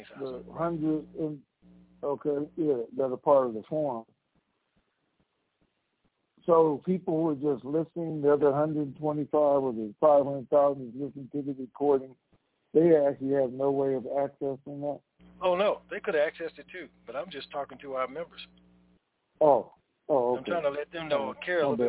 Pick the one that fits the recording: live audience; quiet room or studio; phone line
phone line